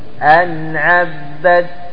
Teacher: عبدت تنطق بتائين، هذا يسمى إضغام متجانسين